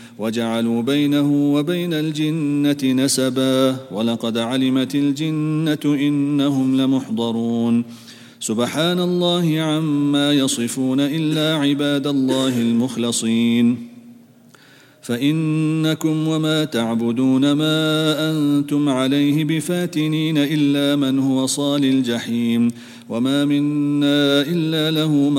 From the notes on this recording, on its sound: at the Houghton Masjid (West Street)